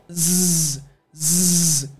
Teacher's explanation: Your tongue needs to be touching the roof of your mouth, but you're going to buzz, z, z. You're kind of letting air come right above your tongue and then you're vibrating. So you should feel the vibration in your throat. Zzz, zzz. And you should also feel the vibration in your mouth. · Term: z sound